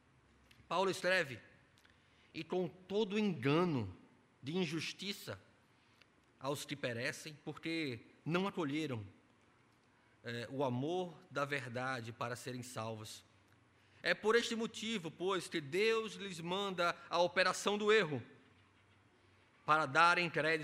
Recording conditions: large echoing room